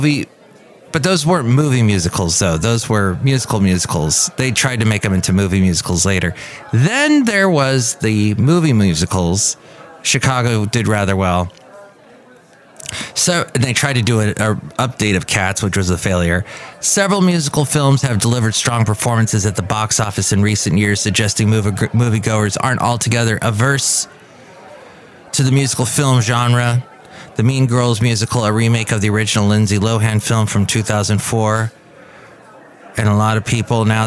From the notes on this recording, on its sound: podcasts live from Café Anyway